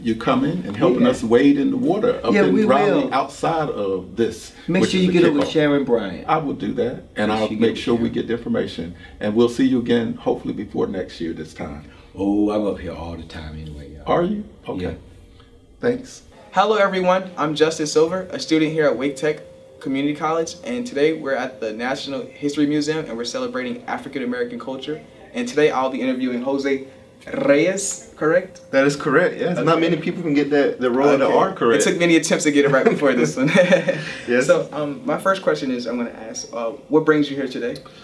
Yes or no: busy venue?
yes